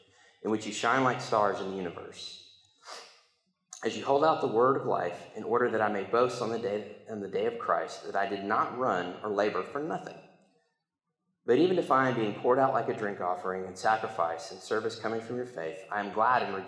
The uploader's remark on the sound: I got to preach the sermon in church this week, had the recording